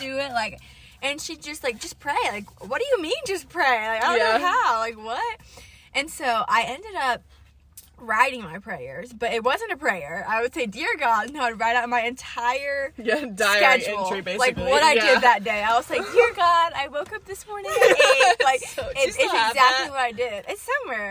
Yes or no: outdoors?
yes